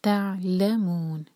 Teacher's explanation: تعلمون، عین پر جھٹکا نہ آئے، تو اس لیے عین پر تھوڑا سا ٹائم دیں تاکہ جھٹکا نہ آئے. تعلمون، عین ساکن کے بعد لام، لام پر زور دیں گے، اور اینڈ میں نون کی آواز کلیئر